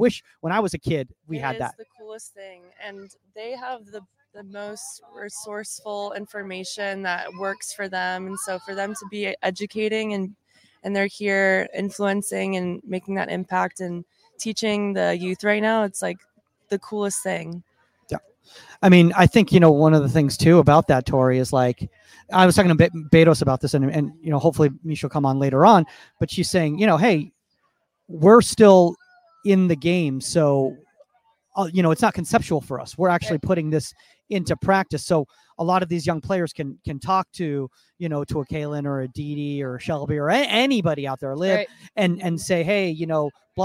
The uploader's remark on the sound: Live From TKI San Diego's Pro Clinic! How to record podcasts in torrential downpour.